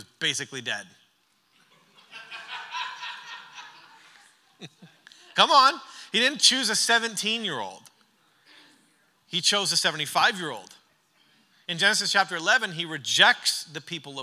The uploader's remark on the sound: During our final session of The Church Conference